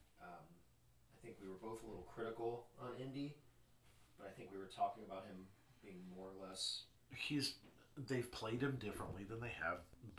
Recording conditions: uneven or low level